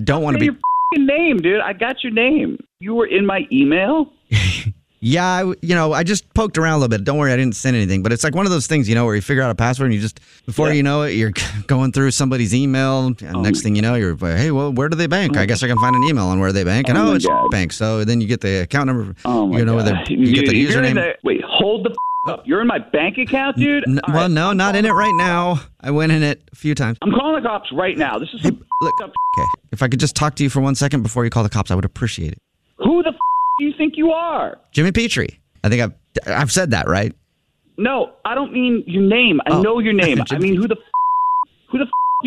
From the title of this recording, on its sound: is calling to apologize in this Phone Prank!